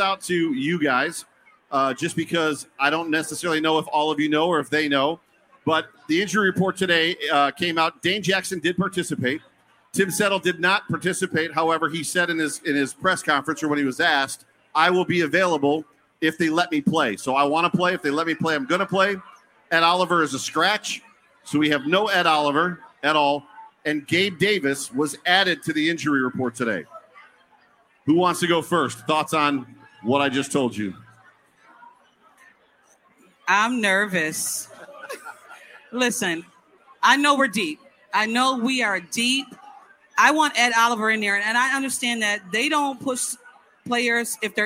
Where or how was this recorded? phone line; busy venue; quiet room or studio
busy venue